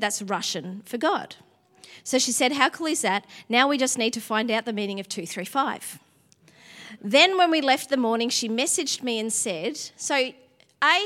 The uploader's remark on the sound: Sunday January 22 Echo Church Melbourne